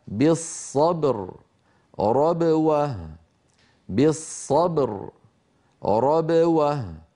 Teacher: لاحظوا الصورة الآن، لاحظوا بأن عندما ننطق الباء المقلقلة تنقفل الشفتان من غير صوت ثم تبتعدان وقد خرج الصوت بتباعدهما مشبها الباء المتحركة، ولكن دون أن يبتعد الفكان عن بعضهما